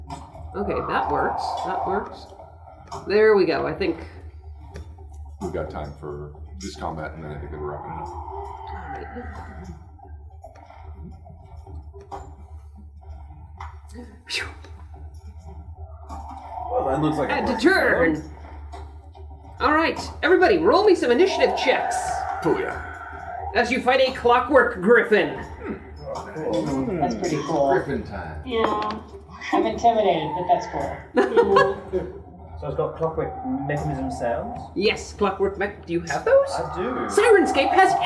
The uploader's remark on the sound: Recorded live at PaizoCon 2018!